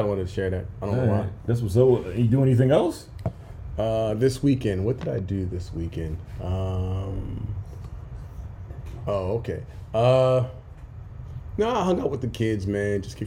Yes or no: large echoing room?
no